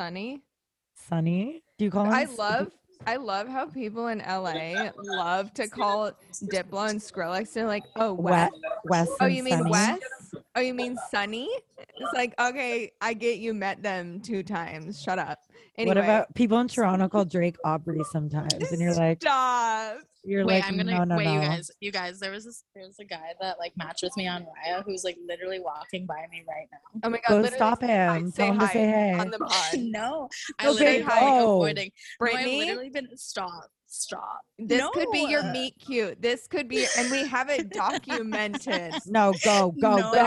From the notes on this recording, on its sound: sit down over zoom